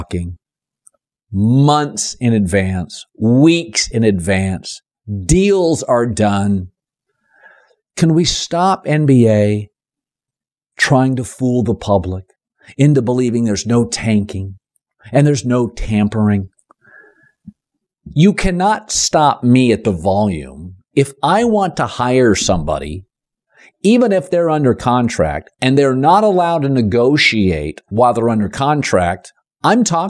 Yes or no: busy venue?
no